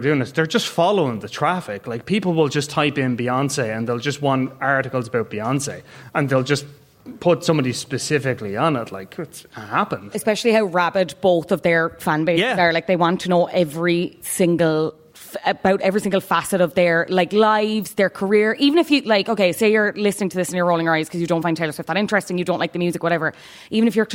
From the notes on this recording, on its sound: LIVE from Athlone Springs Hotel